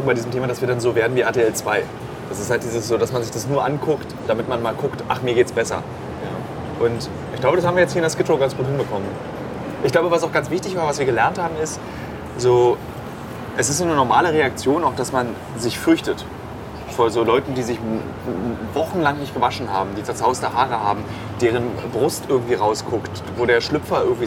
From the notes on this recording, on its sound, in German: live aus Skid Row, einem Slum in LA